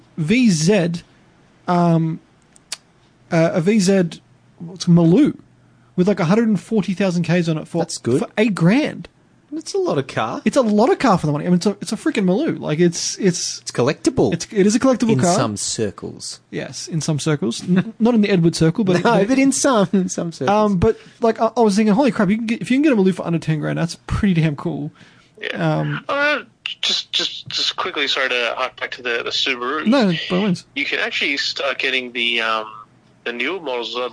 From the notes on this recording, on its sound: Via Phone link